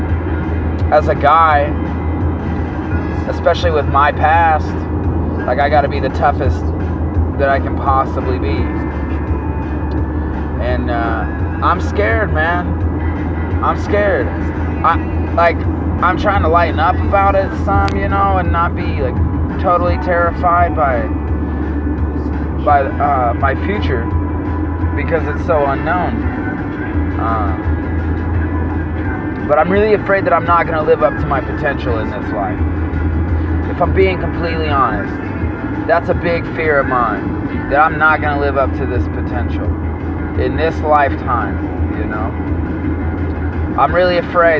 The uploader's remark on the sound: Please excuse the road noise.